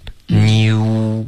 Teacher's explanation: 可是应该是呜 new 有一个呜嘴唇要嘟起来